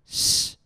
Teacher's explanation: Many students think that they are pronouncing sh correctly, but are actually pronouncing it incorrectly because their tongue tip is too far forward and tense. Their sh sounds like something between s and sh because their tongue tip is too far forward and too high.